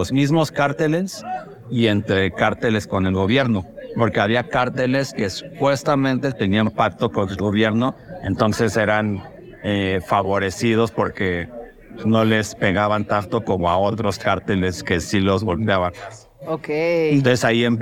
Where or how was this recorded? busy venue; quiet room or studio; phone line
busy venue